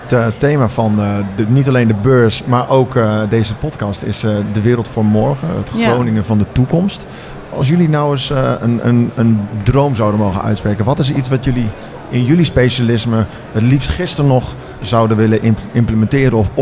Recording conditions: busy venue